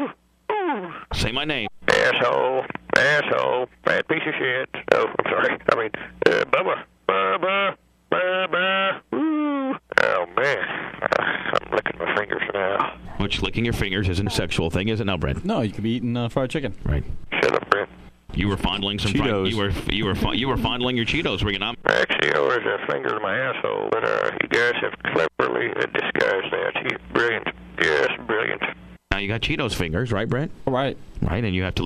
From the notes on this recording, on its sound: Prank Phone Calls.